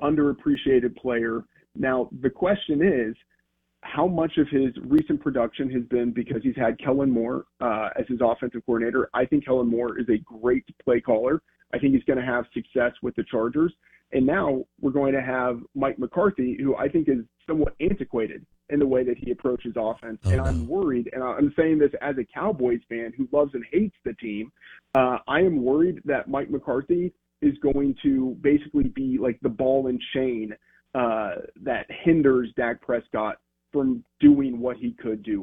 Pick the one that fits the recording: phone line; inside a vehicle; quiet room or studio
phone line